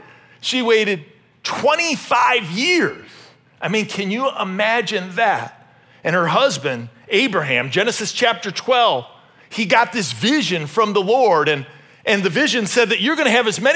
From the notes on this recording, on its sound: This message was originally preached at Highpoint Church on Sunday, May 14, 2023.